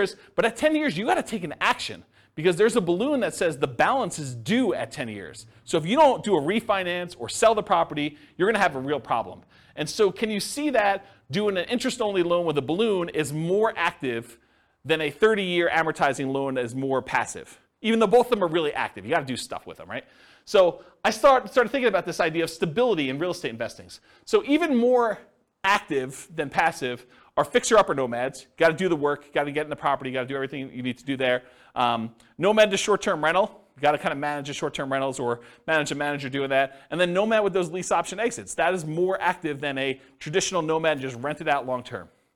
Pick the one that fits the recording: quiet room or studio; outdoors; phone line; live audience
live audience